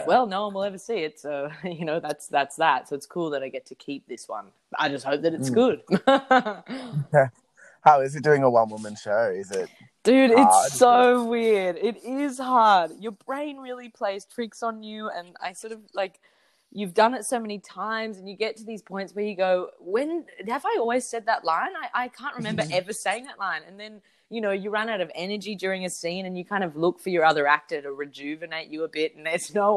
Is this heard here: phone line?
no